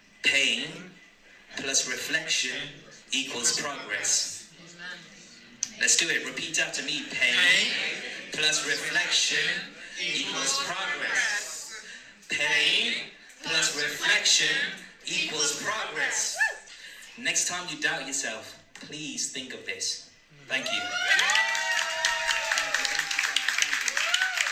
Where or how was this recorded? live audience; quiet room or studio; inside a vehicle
live audience